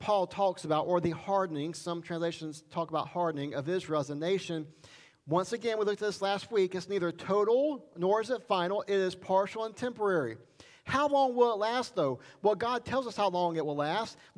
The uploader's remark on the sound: Sermon Recorded Sunday September 26 at Highland Baptist Church